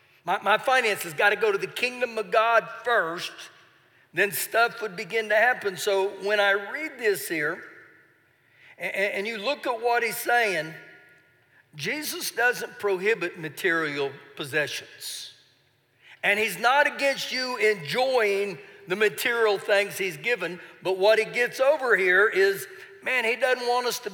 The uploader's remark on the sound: Recorded live during our Wednesday night service